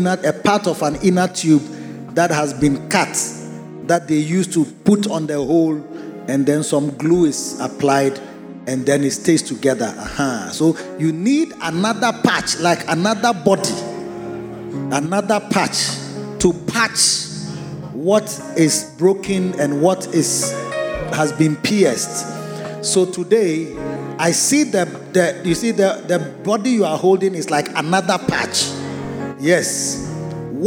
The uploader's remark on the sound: Preached at a Victory Secrets Service - The Makarios Cathedral, HQ